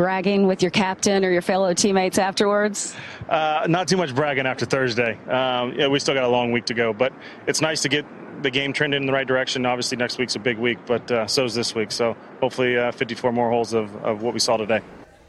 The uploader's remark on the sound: Broadcasts live from the PNC Father Son Challenge, an event packed with Hall of Famers.